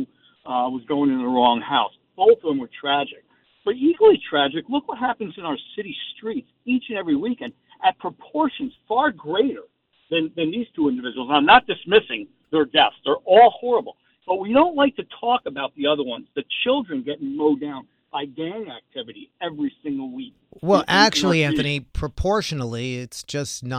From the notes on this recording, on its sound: called in to my SiriusXM program